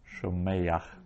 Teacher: And when one of these participles ends with a guttural, either an ayin or a het, then an extra vowel gets put in, shomeyach, and it's a furtive patach, and it is pronounced before that final letter. So normally the vowel would come is pronounced after the consonant.